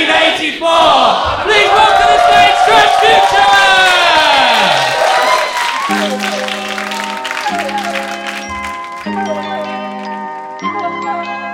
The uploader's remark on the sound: Please enjoy this live recording of Trasfuture live in London on December 3, 2019!